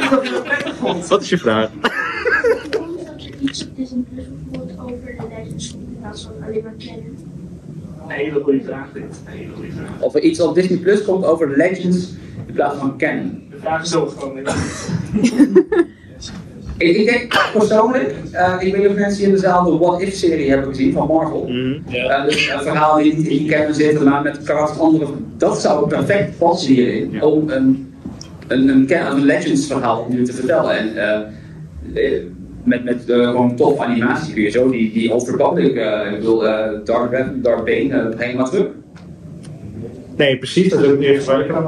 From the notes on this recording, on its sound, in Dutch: Werd in Pathé Amsterdam Noord Echo Base Charity Con gehouden, een Star Wars-evenement waarbij de netto-opbrengst werd gedoneerd aan Make-A-Wish Nederland. Met diverse gasten bekend uit de films, heel veel fans, merchandise en gezelligheid, kregen wij de unieke kans om als eerste een panel te mogen hosten voor het grote publiek. Deze podcast aflevering bestaat dan ook uit de volledige opname van dit panel.